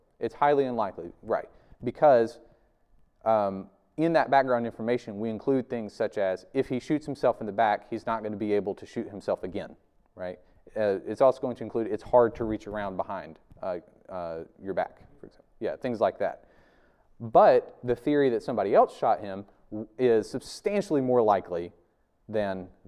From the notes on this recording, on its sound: This video is from our 2021 Spring lecture series